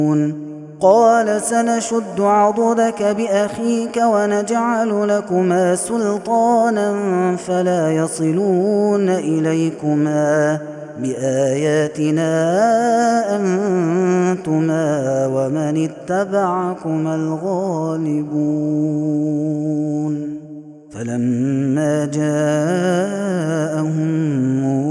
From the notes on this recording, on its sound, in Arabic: هذا التسجيل من صلاة التراويح